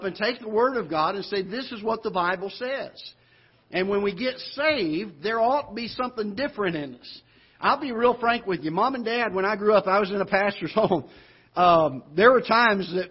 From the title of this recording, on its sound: Ketha Heights Baptist Church ~ Live Broadcast